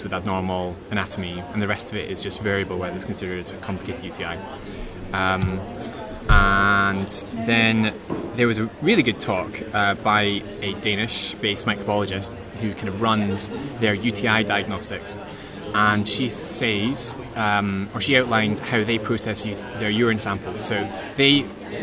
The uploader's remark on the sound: live from ECCMID 2023